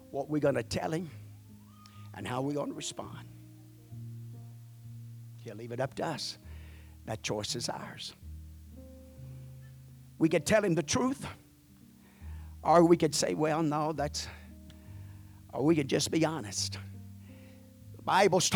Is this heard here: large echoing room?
yes